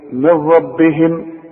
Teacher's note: في الراء ادغام كامل بدون غنة